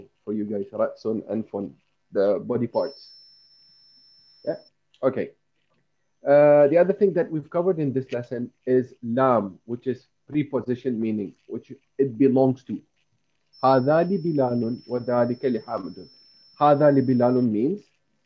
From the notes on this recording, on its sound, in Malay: Rakaman zoom pada setiap Ahad 9.